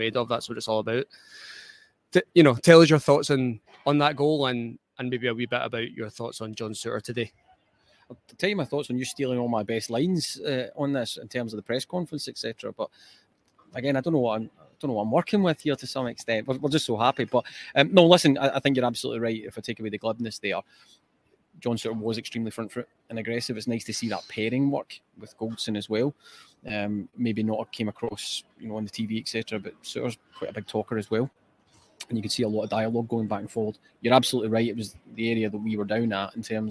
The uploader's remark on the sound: Live Match Reaction from Ibrox